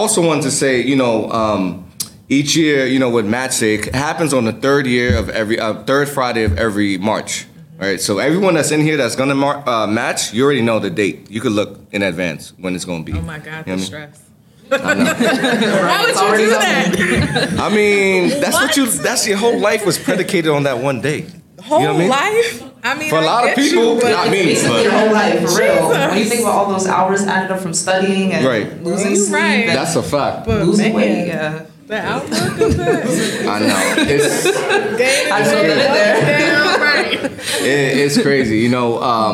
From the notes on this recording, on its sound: AMEC: Live in Hartford. The Lounge is live in Hartford, Connecticut at the AMEC! Big thanks to our awesome audience for their participation in this special episode.